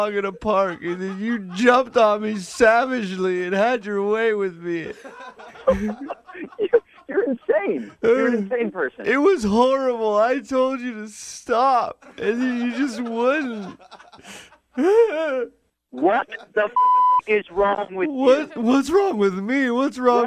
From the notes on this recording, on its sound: In today's phone tap